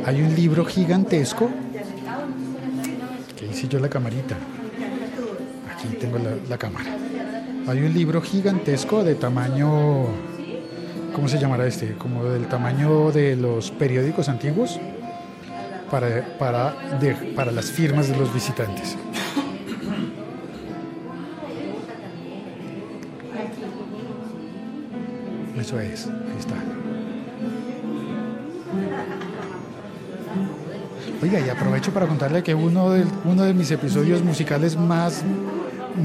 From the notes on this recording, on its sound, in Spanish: Podcast grabado en directo en el cumpleaños 77 de la radio pública en Colombia.